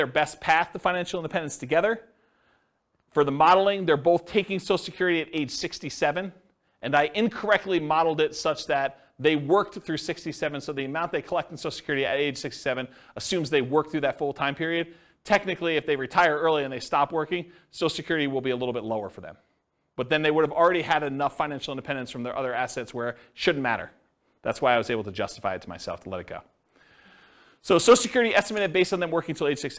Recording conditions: live audience